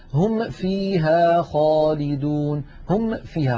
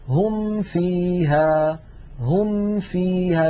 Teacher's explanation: بنهاية الميم الفم مهيئ على مخرج الفاء · Shown in: second take · هم فيها هم فيها بسهولة ومن غير تكلف.